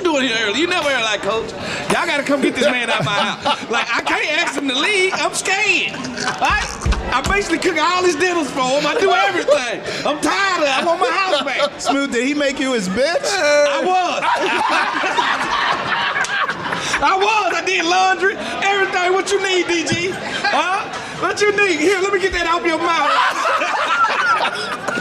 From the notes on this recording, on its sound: Live show at Matchbox in One Loudoun. The guys answer audience questions.